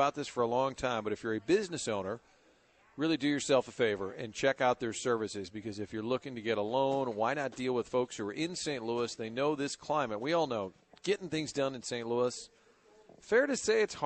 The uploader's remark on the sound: broadcastin live from the Great Grizzly Bear in Soulard